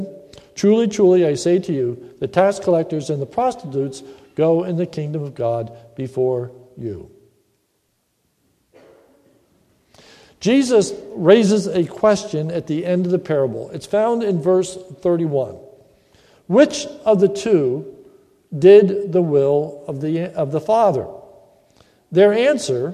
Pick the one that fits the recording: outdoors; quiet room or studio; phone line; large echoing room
large echoing room